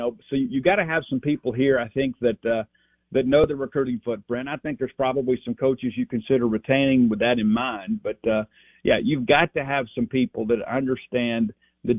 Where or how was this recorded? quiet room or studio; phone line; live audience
phone line